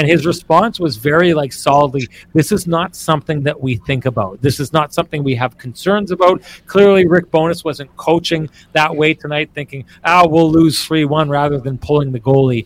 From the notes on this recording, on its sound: a live version of the show from Trans Canada Brewing Company